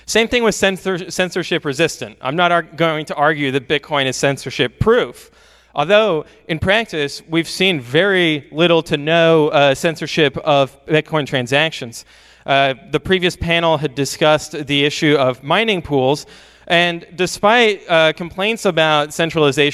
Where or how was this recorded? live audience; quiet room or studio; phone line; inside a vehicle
live audience